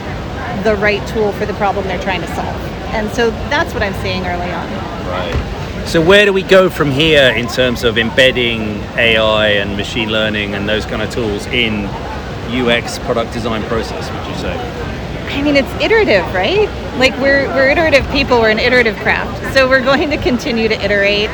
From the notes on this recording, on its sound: Recorded live at the UXDX conference in New York in May 2023.